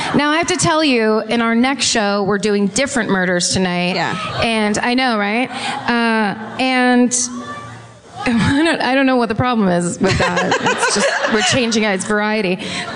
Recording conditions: live audience